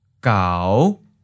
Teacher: Fifth tone, low rising.